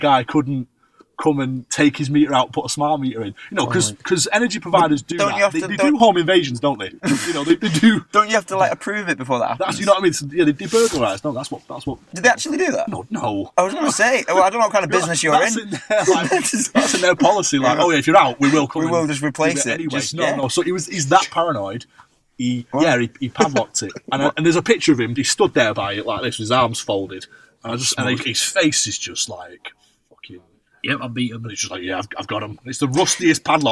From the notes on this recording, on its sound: get together in the car